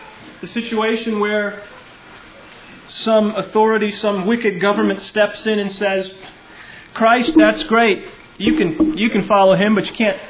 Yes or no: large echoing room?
yes